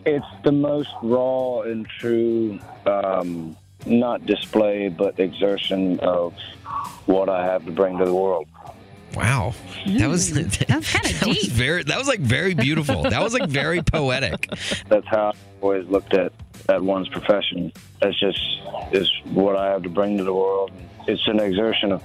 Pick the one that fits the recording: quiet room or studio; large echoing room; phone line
phone line